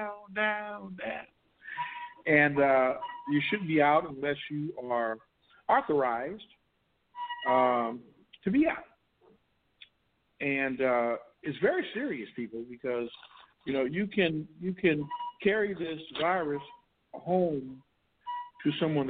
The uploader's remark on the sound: Tonight Live from California Lock Down. Live-callers.